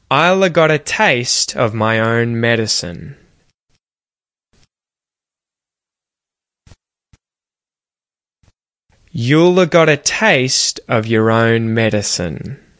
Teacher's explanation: I want you to pay attention to how I'm pronouncing will have. Okay? You're going to notice that it gets contracted.